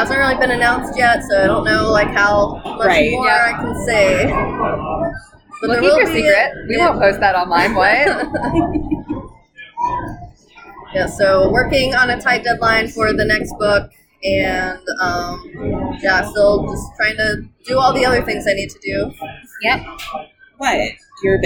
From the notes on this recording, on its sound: sorry for the audio - this was recorded live in a local brew pub